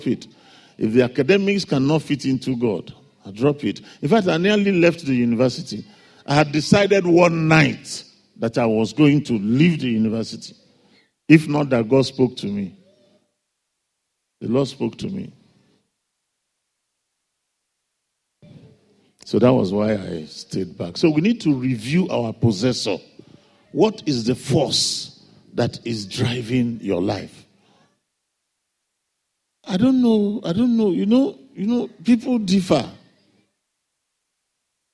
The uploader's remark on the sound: Father’s day Sunday Service message. A guest minister to RCCG – Fountain of Love, Aberdeen, UK.